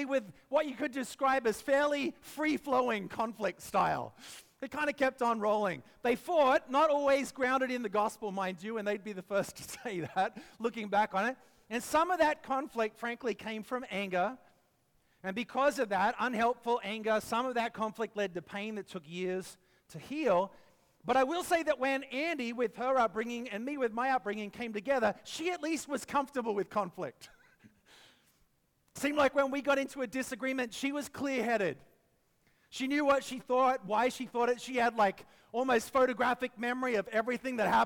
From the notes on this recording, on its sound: preached this message at our Downtown Community